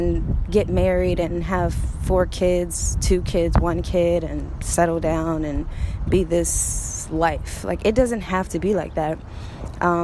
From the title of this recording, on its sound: Walking, talking, rant